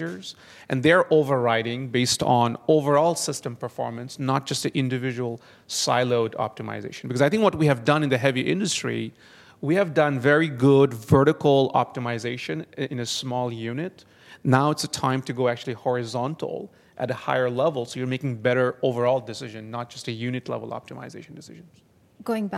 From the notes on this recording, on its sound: This episode features the Big Data and Automation panel at The Northern Miner’s 2019 Progressive Mine Forum in Toronto.